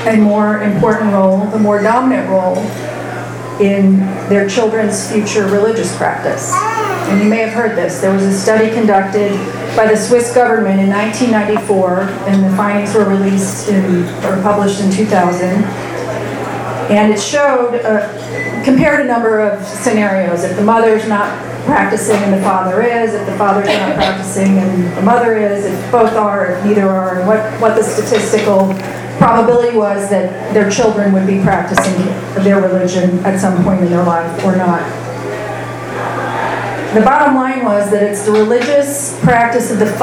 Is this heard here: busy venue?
yes